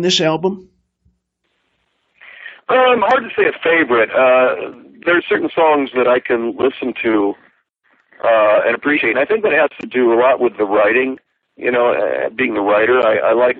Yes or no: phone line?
yes